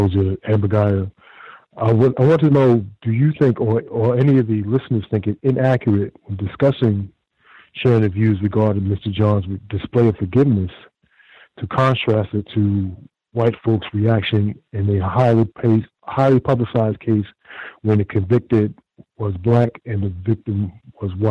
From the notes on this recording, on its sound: The C.O.W.S. Compensatory Call-In. We encourage non-white listeners to dial.